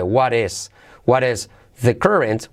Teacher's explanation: El what is se convierte en what is. What is T de what se convierte en R suave